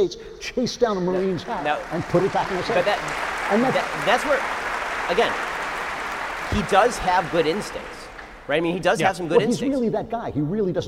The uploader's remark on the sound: Daily Wire Backstage: Live In Long Beach.